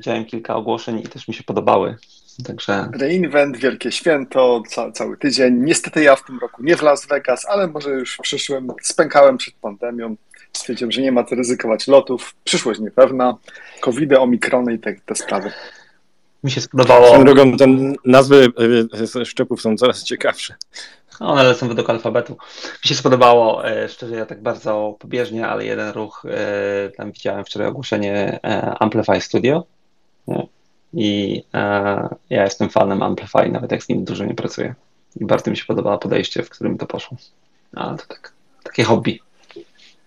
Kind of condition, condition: link, video call